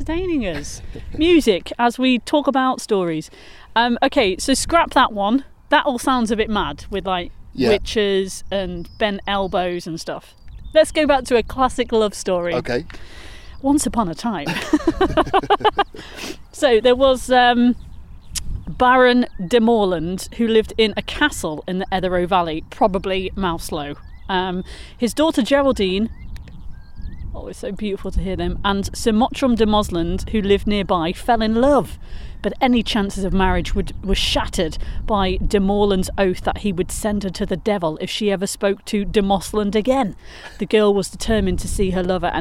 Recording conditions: outdoors